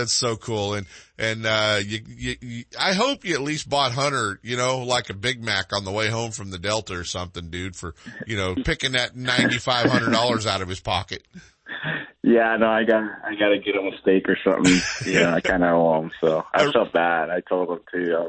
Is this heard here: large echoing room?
no